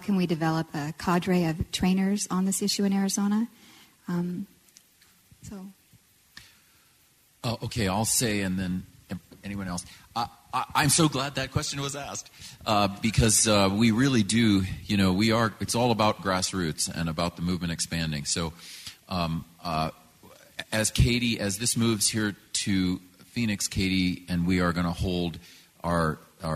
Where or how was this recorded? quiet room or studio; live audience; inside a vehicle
live audience